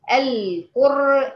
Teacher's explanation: اقصى اللسان المرتفع معاكي فين؟ في القاف وفي الراء عشان الاثنين مفخمين، ما تقوليش القر ال ال لا هي ال ال.